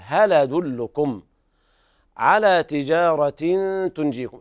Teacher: إخفاء حقيقي لوقوع التاء بعد التنوين